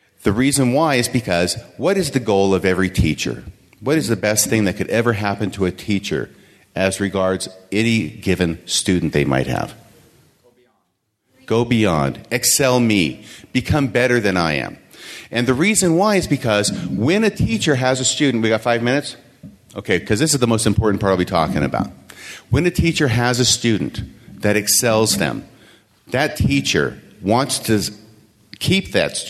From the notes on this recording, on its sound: This podcast contains the complete audio of my presentation at Sunstone